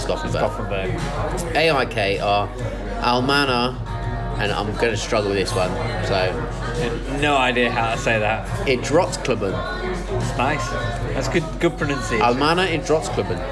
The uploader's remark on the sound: Although he does phone in to help with an email we received. In the pub.